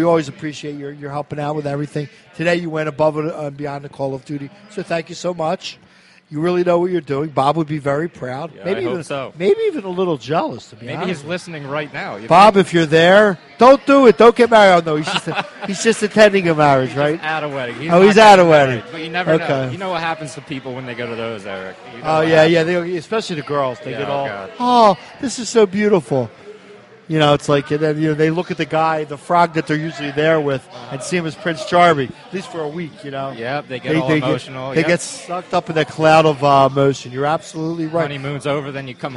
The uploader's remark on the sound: Live At Villa Capri